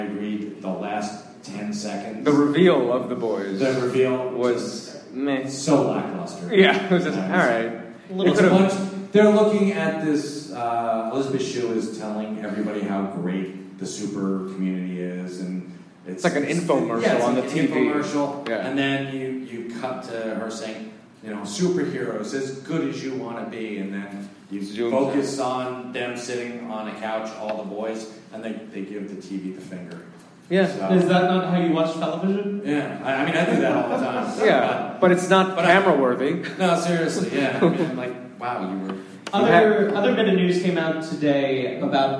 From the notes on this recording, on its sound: ADULTish LIVE! AT THE PIT! AFTER THE NYCC! New York Comic Con shut its doors at the Javitz Center but at The Peoples Improv Theatre the party kept bumping with The ADULTish Podcast's first live show.